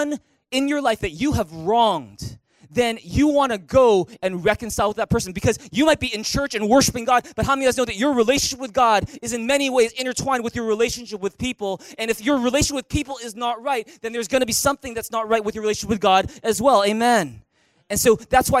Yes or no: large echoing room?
yes